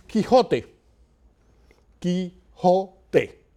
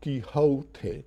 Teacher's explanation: Quixote. No gliding of the O. · Shown in: first take · Not Quixote, Quixote.